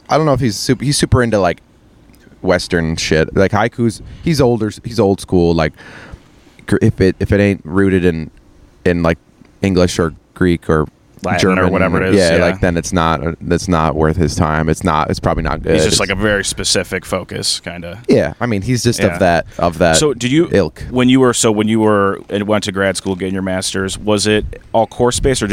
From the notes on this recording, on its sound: Episode eleven was recorded on my deck June 26th, 2022.